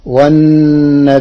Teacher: قرأ ورش كلمة والنبيين بالهمز مع تخفيف الياء، وفيه تثليث البدل والهمز فيه على الأصل فتصير والنبيين لئلا يكون.